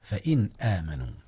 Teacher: أظهر نون إن قبل الهمزة فإن آمنوا، والهمزة طبعا من حروف الإظهار إذ هي حرف حلق.